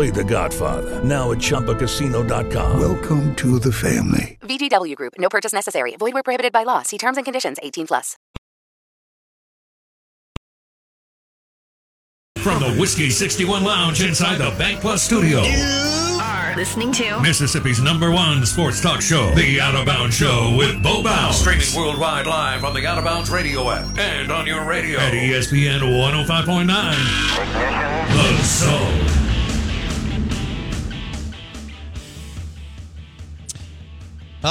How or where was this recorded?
phone line